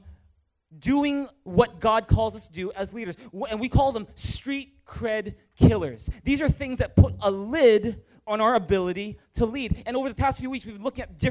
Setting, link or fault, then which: setting, large echoing room